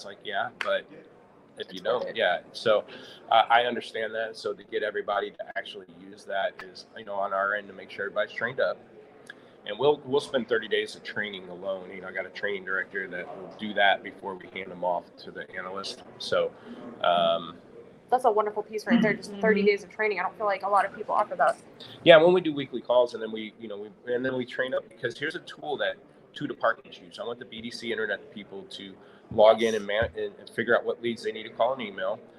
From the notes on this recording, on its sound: Broadcasting live from Used Car Week 2023 in Scottsdale, Arizona. Special live episode from Used Car Week 2023.